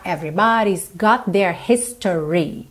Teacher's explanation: got com their, eu junto num T só